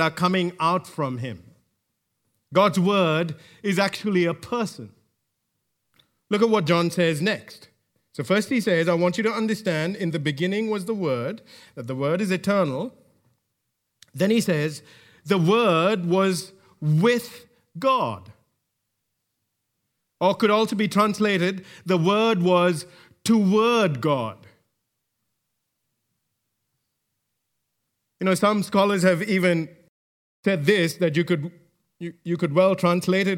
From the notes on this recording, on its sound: recorded live at Grace Community Bible Church